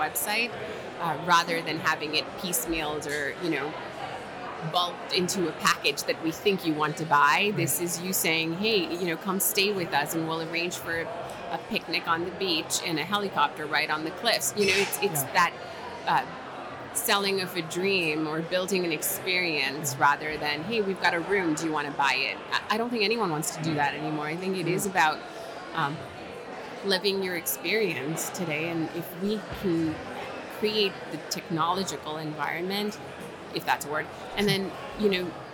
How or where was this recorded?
busy venue